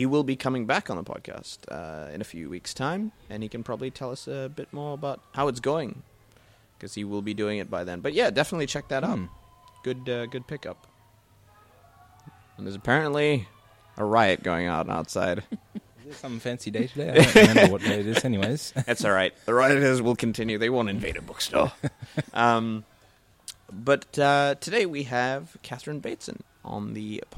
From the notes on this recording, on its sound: Recorded live at the Brunswick Street Bookstore.